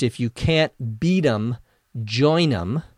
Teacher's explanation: This expression, which is normally pronounced, if you can't beat them, join them, where we kind of drop the TH sound of them